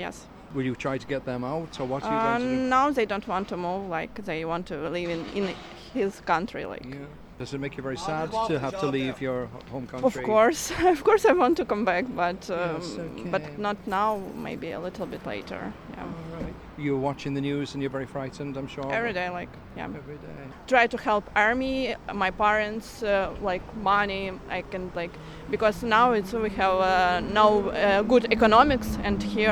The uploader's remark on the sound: chats to people outside a Social Welfare office on Bishop Street in Dublin City Centre